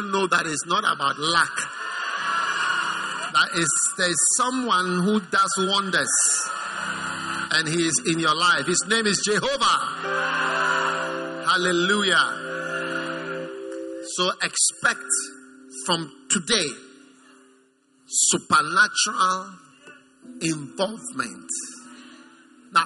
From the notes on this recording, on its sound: Preached at the First Love Center, Accra.